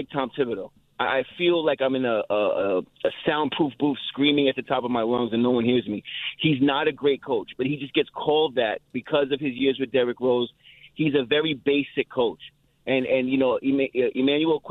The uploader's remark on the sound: takes some of your calls